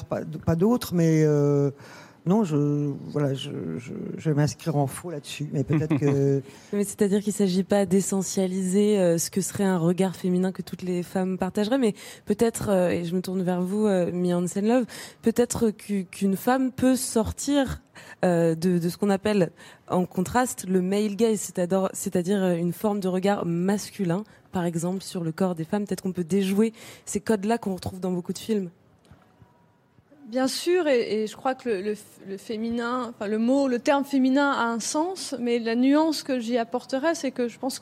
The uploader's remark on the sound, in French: En direct du Festival de Cannes.